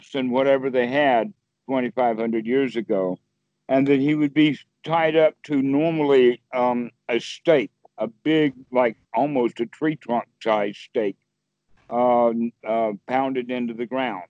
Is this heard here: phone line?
yes